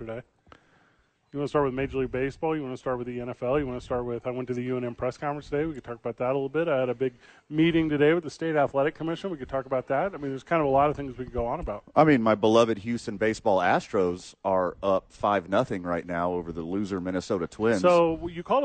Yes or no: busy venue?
yes